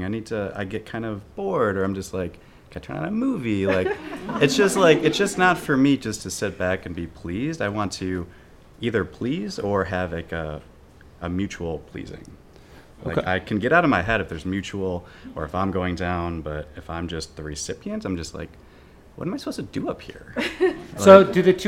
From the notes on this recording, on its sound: Recorded at the touchpoint town hall in NYC on May 1, 2018 at The Assemblage Nomad.